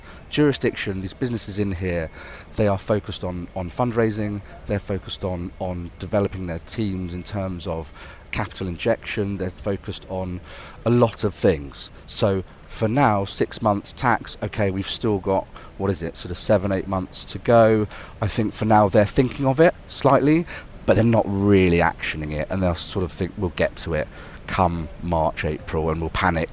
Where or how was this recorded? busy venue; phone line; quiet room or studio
busy venue